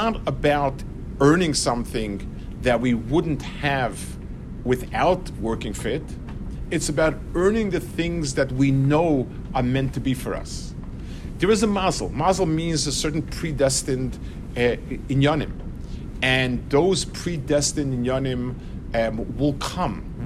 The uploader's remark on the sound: This shiur was given Friday afternoon of the Eshel Shabbaton. In LaKota Oaks, Norwalk, CT.